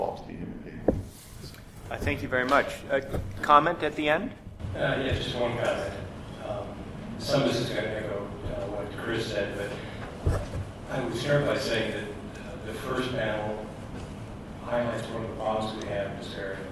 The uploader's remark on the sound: The Future of Digital Intelligence LIVE from the Lawyer Jurga.